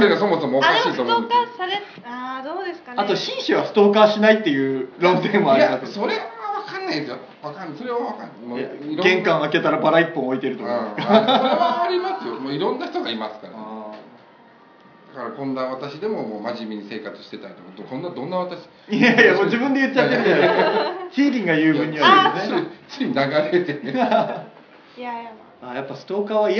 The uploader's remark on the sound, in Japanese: 鹿児島公開収録編。SHOWROOMでも同時配信の回！